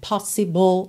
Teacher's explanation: possible é uma palavra que tem a sílaba tônica na primeira sílaba